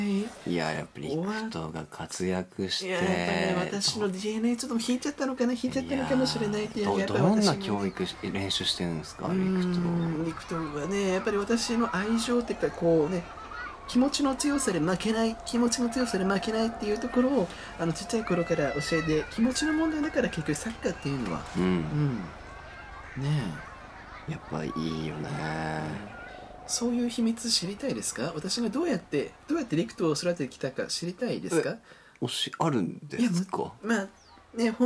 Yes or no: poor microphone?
no